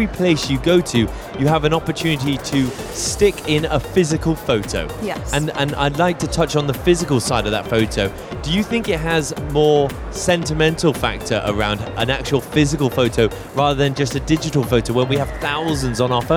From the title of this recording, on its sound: Live from SIBF 2023